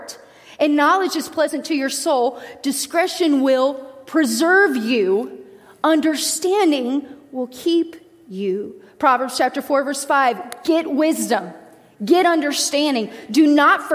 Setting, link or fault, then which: setting, large echoing room